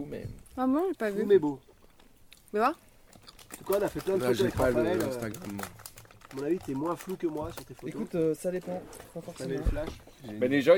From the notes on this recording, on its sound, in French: Captation et mise en ambiance d'un barbecue entre presque tous les rivieros du sud.